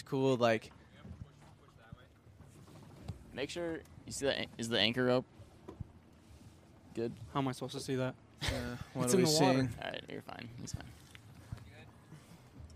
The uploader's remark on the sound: This week we record our first ever podcast on a boat out on lake Minnetonka.